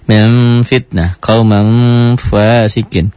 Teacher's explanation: Jadi sama seperti mengucapkan ikhfa sapawi. Mim, mim, bunyi M tapi bibirnya enggak nutup. Samar tetap ada.